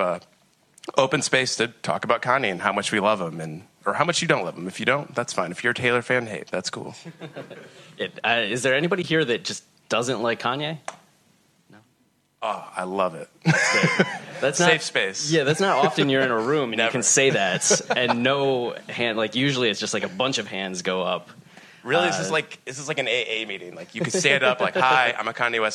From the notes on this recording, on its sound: We were live on the SXSW and TuneIn Podcast Stage